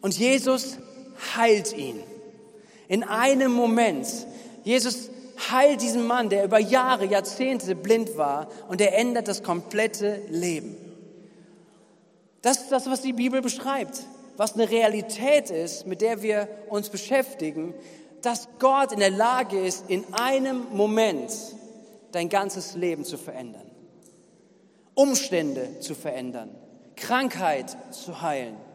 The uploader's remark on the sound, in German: Gottesdienst am 18.07.2021.